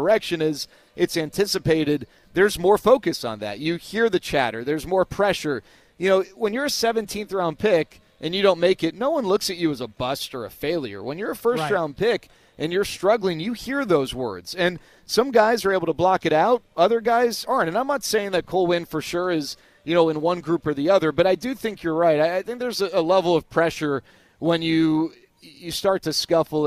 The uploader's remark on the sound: live from Spring Training